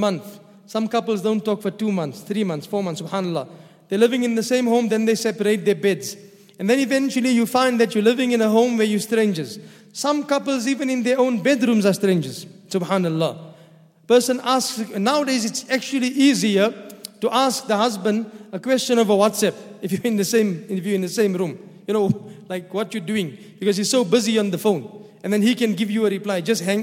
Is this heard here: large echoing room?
yes